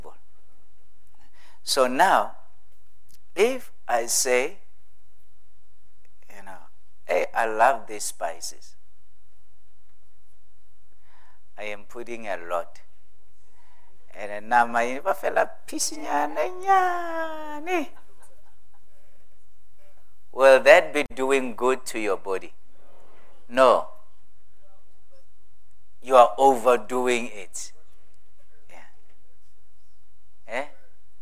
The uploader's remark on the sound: at God's Tabernacle Christian Family Church's evening service on the 30th of April 2023